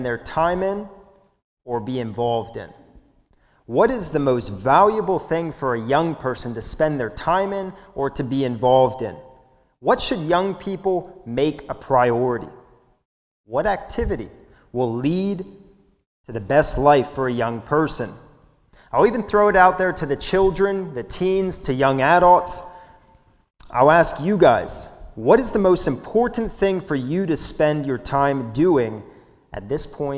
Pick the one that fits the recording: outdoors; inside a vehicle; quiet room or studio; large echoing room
large echoing room